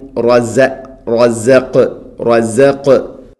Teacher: ഖാഫ് തൊണ്ടയുടെ മുകൾ ഭാഗം കഴിഞ്ഞ് ചെറുനാക്ക്.